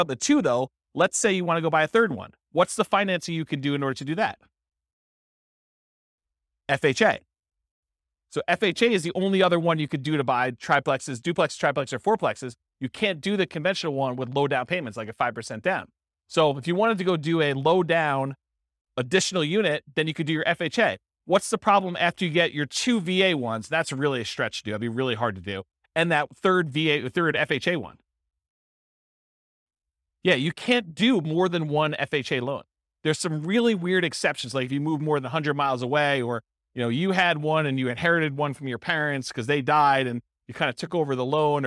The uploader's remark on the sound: This was a live class recorded